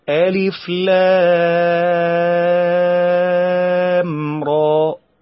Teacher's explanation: طب الراء، الراء من حروف حي طهر تمد بحركتين، يبقى الالف ما فيش في مد، اللام ست حركات، الراء حركتين